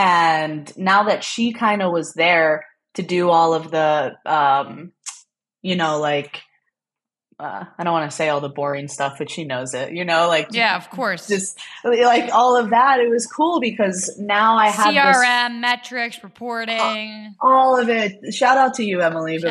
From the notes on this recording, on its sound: Recorded on Squadcast